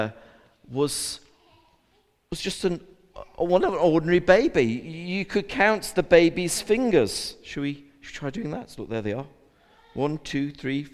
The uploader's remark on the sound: A Recording of the All Age Carol Service